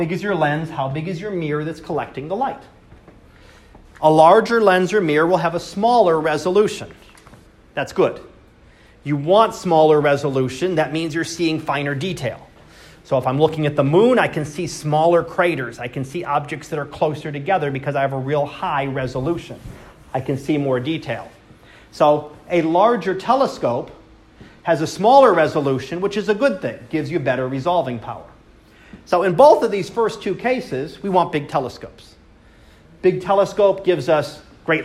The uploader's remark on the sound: Live Class Lecture